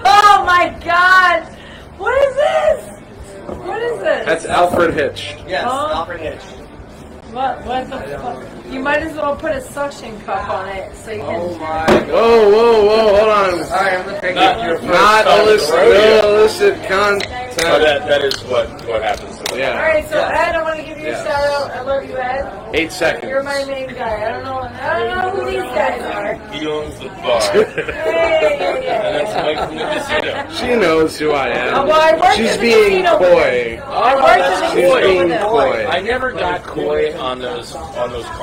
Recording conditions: poor sound quality